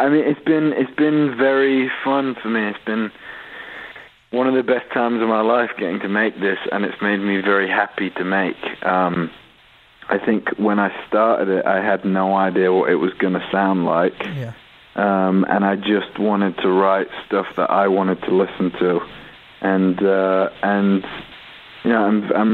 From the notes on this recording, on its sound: called in to chat with us